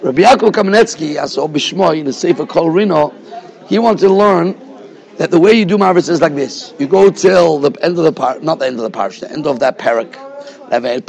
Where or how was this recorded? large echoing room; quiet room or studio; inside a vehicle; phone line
large echoing room